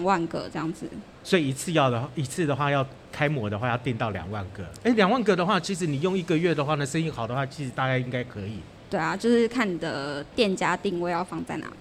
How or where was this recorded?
busy venue